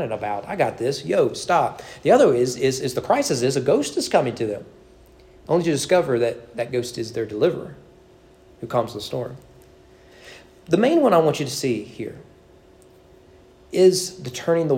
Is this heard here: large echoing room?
yes